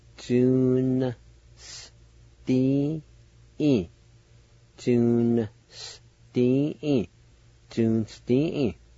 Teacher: In this word, the A with the N will be silent. You just pronounce the N sound by itself or with the TSU sound